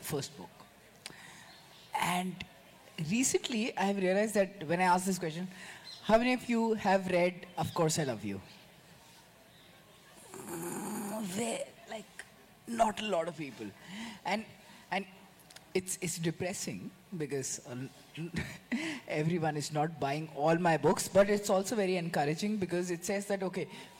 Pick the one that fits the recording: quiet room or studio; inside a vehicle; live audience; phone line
live audience